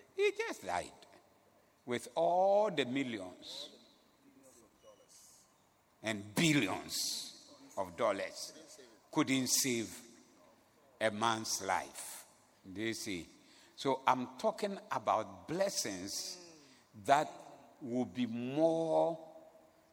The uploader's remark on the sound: Preached at the Zeloo Service